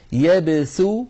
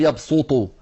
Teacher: عندنا في الآية 52 مر معنا أن الله يبسط الرزق، ننتبه إلى الحروف المرققة والمفخمة عندما تتوالى نعطي كل حرف حقه، يبسو هذا المقطع مرقق يبسو، ولا نقول يبسط، لا نفخم السين بسبب مجاورتها للطاء · Shown in: first take · لأن هذا الأمر لم يرد في هذه الكلمة. · Term: السين المرققة